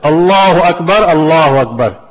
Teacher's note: لام کو پر کریں گے باریک، اللہ اکبر یہ غلط ہے، اللہ لام کو پر کر کے ادا کرنا ہے